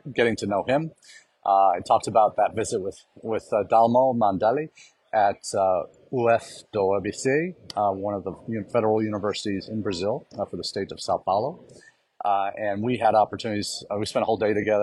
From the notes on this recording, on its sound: comes to you from Las Vegas, where the CAEI conference enters its 2nd of 3 days.